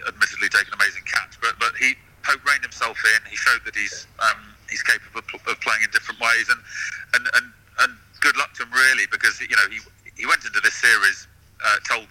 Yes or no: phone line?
yes